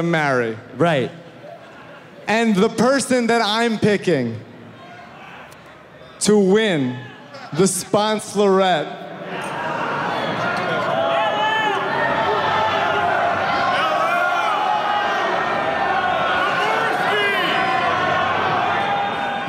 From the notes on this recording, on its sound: Six years of ridiculous came to a close with a live podcast